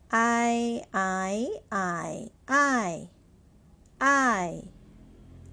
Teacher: the compound vowel a and i. A is sounded as ah, and i is sounded as e, e sound. I, R plus E is I, I with the fourth, fourth tone, I, I, I, I, I, and you put the tone on top of A.